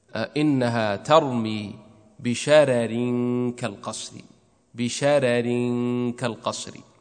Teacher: الراء الثانية مكسورة ومرققة للكل ورش وغيره، والراء الأولى مفخمة للكل ما عدا ورش فإنه يرقق. لذلك قال: وفي شرر عنه يرقق كلهم.